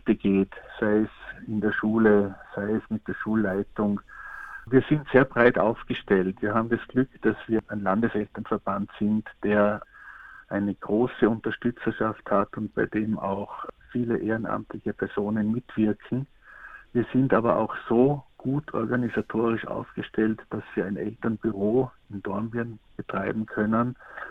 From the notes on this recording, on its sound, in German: Telefoninterview